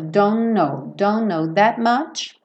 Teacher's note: Aqui, como o N, é, aliás, desculpa, o don't, o T não vai ser pronunciado, nem o K do no, porque o K do no é mudo, então você junta um N no outro